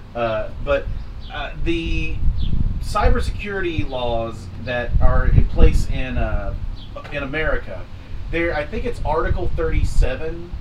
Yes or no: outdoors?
yes